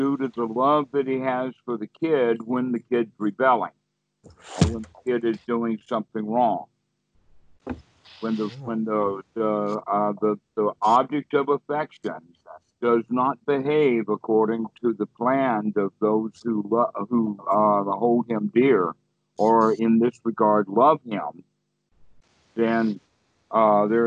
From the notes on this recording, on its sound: skype calls